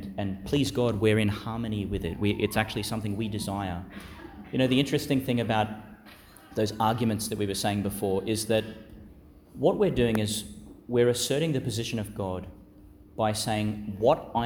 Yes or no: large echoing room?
yes